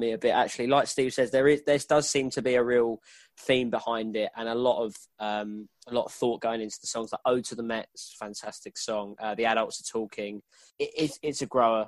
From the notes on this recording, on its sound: convene on Zoom